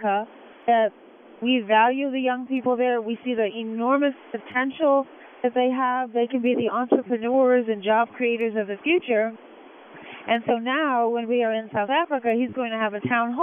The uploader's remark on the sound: Calls Into The Madison Show From Air Force One. Called into The Madison Show on SiriusXM Urban View early Friday morning from aboard Air Force One.